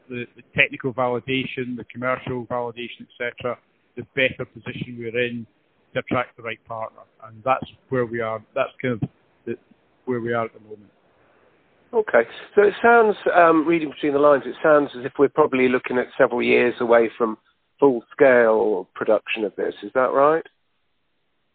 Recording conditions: phone line